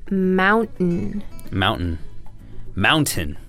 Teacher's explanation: T before N is pronounced with a hard N sound. So the T sound is stopped. And the final N sound should be strong.